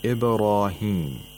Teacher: The ra in Ibrahim is also pronounced with tafkhim because it has aliful mad. Of course, the aliful mad is not written, but you will see that there is a small alif written next to the ra above it.